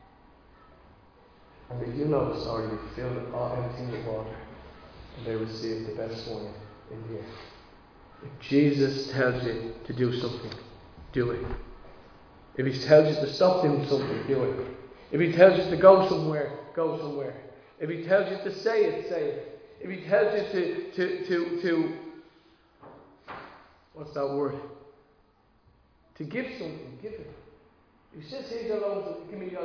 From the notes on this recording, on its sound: Recorded live in Liberty Church on 27 March 2022